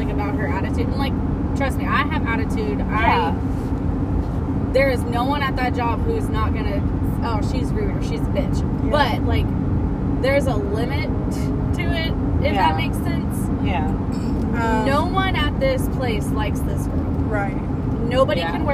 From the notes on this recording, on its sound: Car Conversations. WE ARE IN THE CAR AND YOU CAN HEAR CAR SOUNDS.